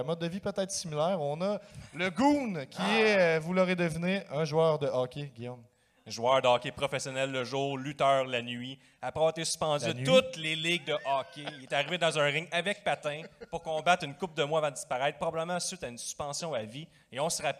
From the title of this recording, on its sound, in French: live au FESTIPOD